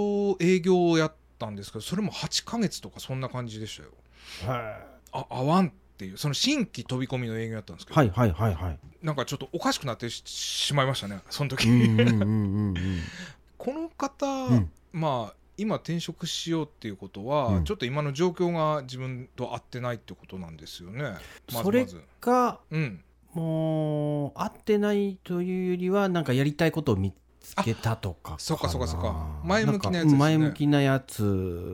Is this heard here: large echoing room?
no